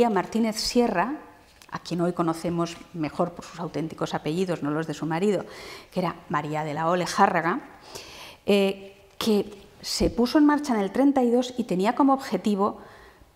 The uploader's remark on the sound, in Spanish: Dentro del Ciclo de Conferencias que el Teatro de la Zarzuela programa en colaboración con la Asociación Amigos de la Ópera de Madrid. La conferencia fue grabada en el Teatro de la Zarzuela en octubre de 2020.